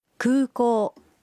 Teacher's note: Los sonidos U y O en 空港 se pronuncian alargados.